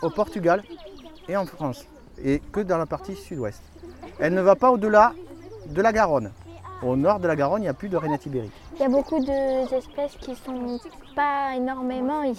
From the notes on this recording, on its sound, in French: Lâchez-les au pied d'un sentier de randonnée qui permet de découvrir les merveilles du site préservé de Laouadie. Bientôt le bruit des moteurs laisse place au sifflement des filets à papillon, les yeux baissés se lèvent vers les arbres et arbustes, les mains se lâchent et se tendent vers la faune qui s'éveille, les murmures font place aux cris de surprise et d'émerveillement. Une balade en pleine nature avec des enfants merveilleusement éveillés.